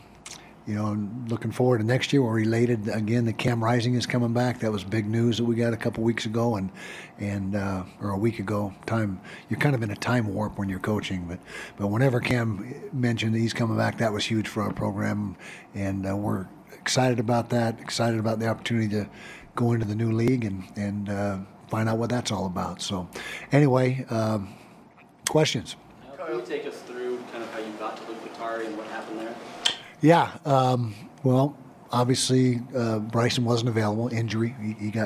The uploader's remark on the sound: the post game press conference